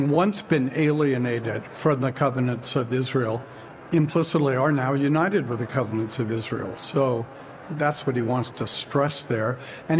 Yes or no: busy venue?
yes